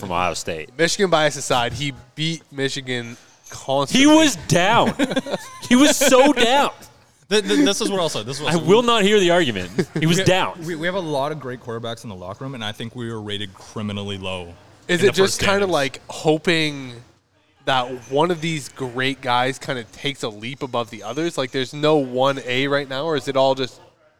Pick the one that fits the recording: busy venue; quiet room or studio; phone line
busy venue